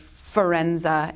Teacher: You have F, which is a fricative sound. It creates friction when you say it, Firenza, and the R-E-N sound in the middle, combined with that Z, sounds almost like a rev of an engine, Firenza.